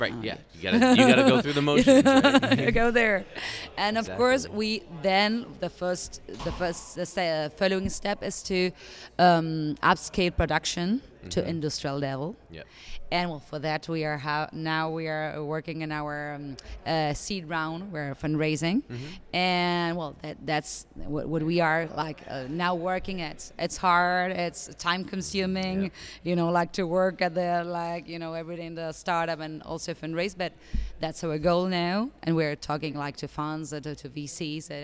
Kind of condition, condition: setting, busy venue